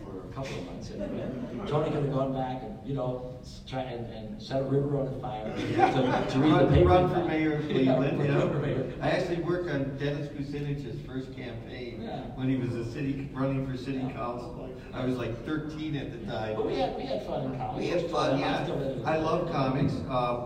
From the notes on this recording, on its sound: NM Comic Expo Panel. Panel from New Mexico Comic Expo.